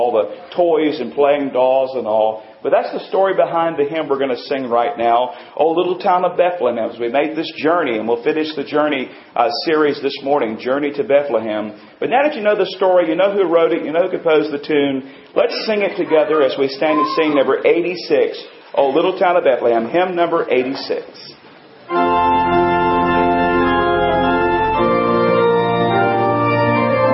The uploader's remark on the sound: Recording includes part of our Christmas Service